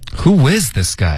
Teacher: 重音是 is 而不是 guy